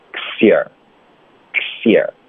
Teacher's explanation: 我们有一个科，又有一个思，又有一个耶，连续三个辅音连发